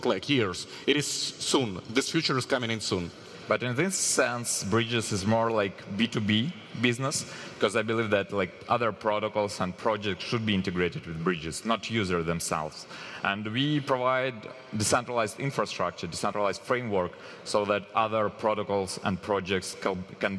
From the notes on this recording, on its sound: Live from Breakpoint 2021